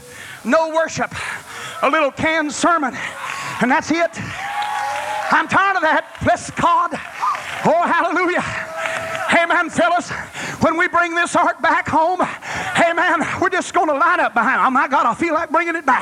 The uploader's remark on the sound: was preached in Olla, Louisiana on a Wednesday night, campmeeting 1995